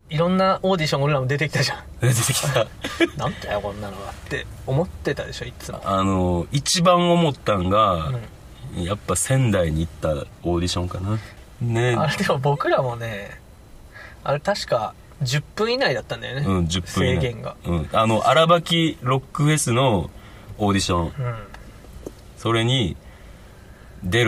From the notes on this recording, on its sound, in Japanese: 灼熱の車内で録音した与太話！